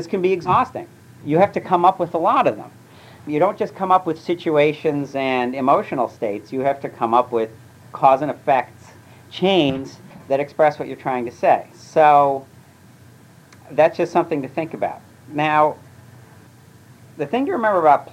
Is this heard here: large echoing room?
yes